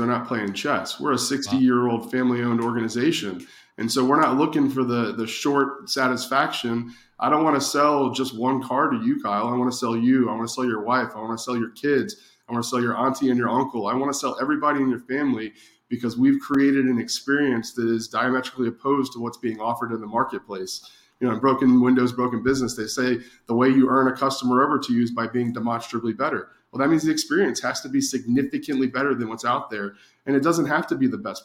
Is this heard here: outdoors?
no